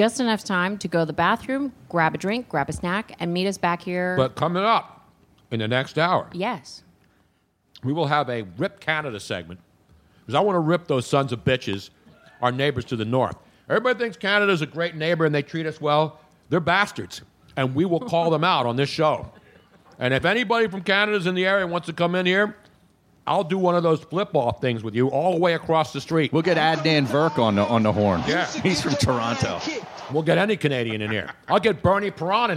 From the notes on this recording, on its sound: Broadcast live from Atlanta for Super Bowl 53. Radio Row.